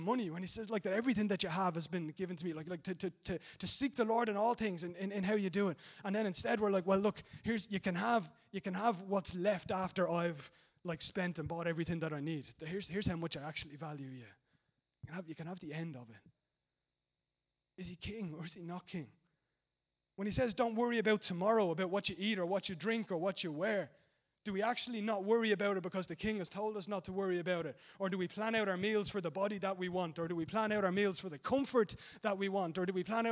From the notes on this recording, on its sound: Recorded live at Liberty Church on 24th March 2019